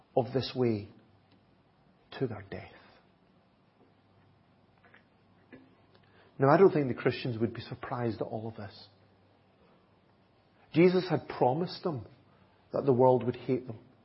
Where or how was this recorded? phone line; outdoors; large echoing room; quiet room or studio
large echoing room